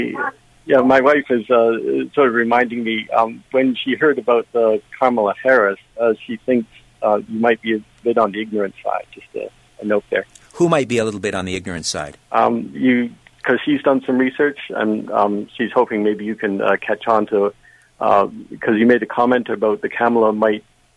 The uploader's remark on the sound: Open Phones